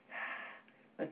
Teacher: He, the letter He, is just breath, right?